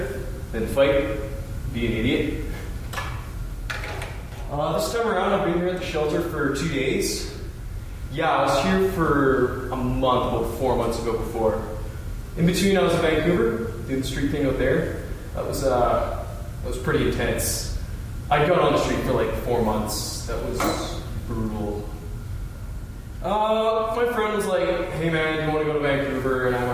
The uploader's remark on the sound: Stereo Recording of The Invisible Project. I recorded the play last January when it was performed at The Calgary Drop-In Centre, a homeless shelter that can house up to 1250 men and women per night and that serves up to 3500 meals per day.